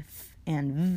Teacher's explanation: The only two labiodentals are the f and v sounds.